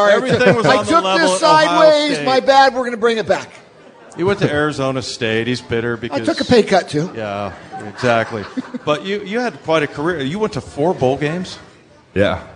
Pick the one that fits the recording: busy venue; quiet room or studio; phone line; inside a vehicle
busy venue